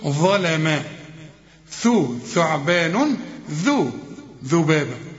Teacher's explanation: الثلاث حروف دول اللي بنطلع لساننا فيهم في القرآن